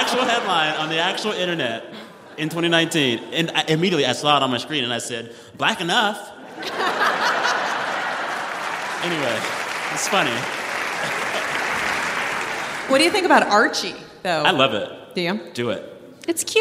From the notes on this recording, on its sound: Live From Des Moines, Iowa. For this special live edition of the show.